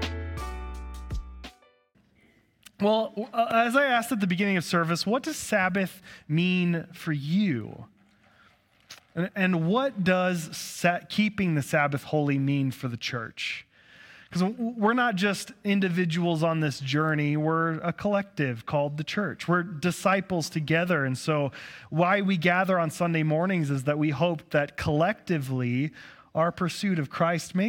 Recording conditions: large echoing room